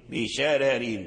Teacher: يميل الراء لأن الترقيق نوع أو ضرب من أنواع الإمالة، ترقيق نوع من أنواع الإمالة بشرر.